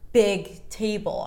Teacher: I'm slowing down for those content words, big, and then table is going to be the longest because that's the noun